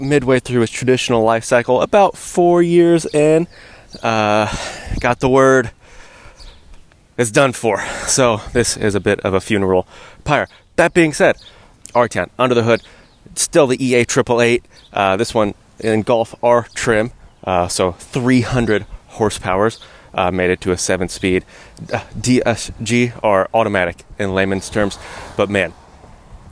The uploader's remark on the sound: Hops behind the wheel of the ’23 VW Arteon and puts it through its paces. Taking you along on a live drive review.